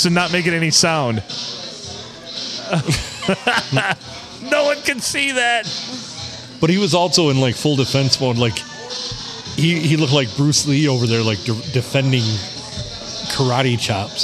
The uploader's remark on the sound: We recorded this gem at the Blue Water Sports Bar in lovely Port Sanilac.